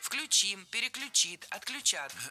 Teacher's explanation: в глаголах с корнем ключ. Ударение на этот самый корень никогда не падает.